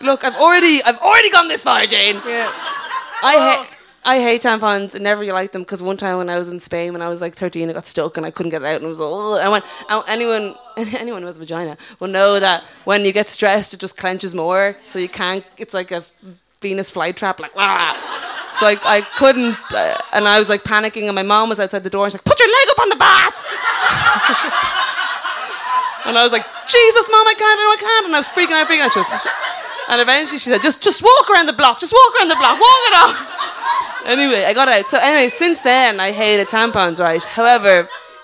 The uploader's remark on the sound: We reveal some of our most mortifying teenage stories in front of a sold-out crowd of sounders. Live at The Fourth Corner in Dublin 8.